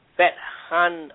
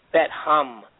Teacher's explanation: We'll drop the tanween, the N sound, and we'll assimilate · Shown in: second take · the Han. Will assimilate into the first letter of the next word, mu, or meme, fat ham.